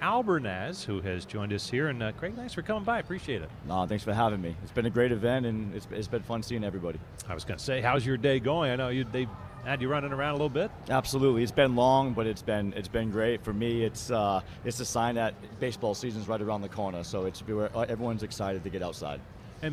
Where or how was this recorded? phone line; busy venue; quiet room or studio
busy venue